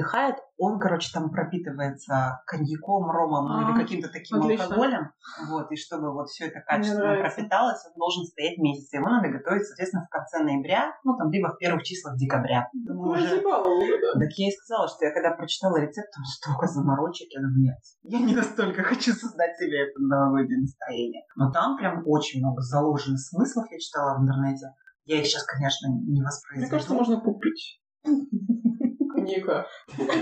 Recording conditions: poor sound quality